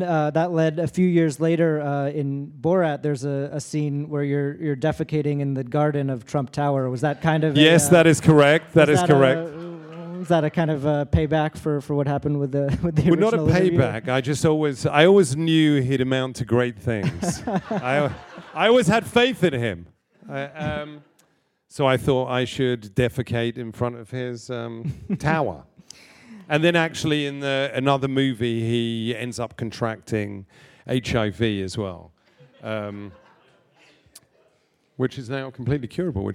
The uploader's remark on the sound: This episode was recorded in front live audience as part of the SAG Conversations series at the SAG-Aftra Foundation in Los Angeles.